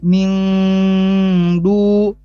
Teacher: nun sukun bertemu dal, ini nunnya harus disamarkan, maka dia dibaca ming du. · Term: ikhfa